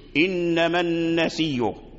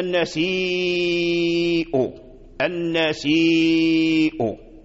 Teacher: في قوله تعالى إنما النسي إنما النسي، وأصلها إنما النسيء النسيء، فورش أبدل هذه الهمزة ياء وأدغمها في الياء المدية الزائدة · Shown in: first take · Term: إبدال همزة متحركة